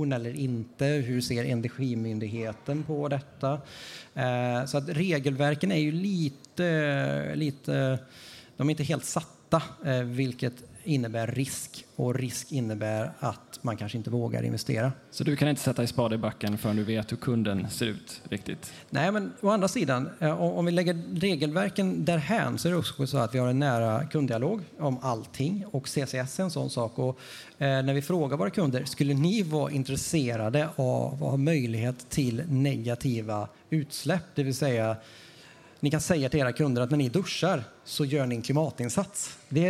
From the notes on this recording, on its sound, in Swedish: EnergiStrategiPodden live på Frihamnsdagarna. Sände vi Energistrategipoddens första live-podd under Frihamnsdagarna i Göteborg.